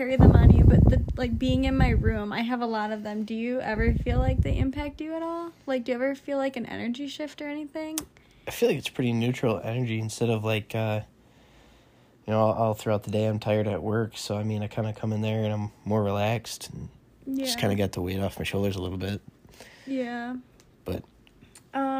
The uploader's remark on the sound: apologies for any outside wind noise